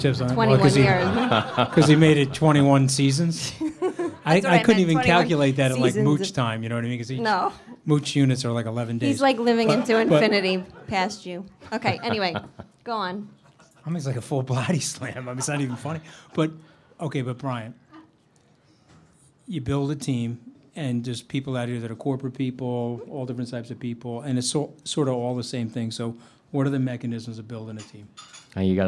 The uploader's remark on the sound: podcast live at Hunt & Fish Club in Times Square!